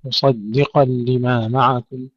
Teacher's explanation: ترقيق الدال بين الصاد والقاف مفخمين